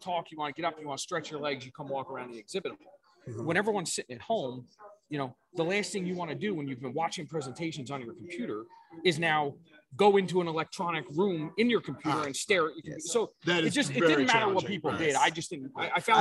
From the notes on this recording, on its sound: Live from the DFI46 Exhibit hall